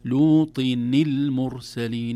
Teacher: إذن هذه النون هي نون التنوين التي التقت بالساكن بعدها فحركت الكسر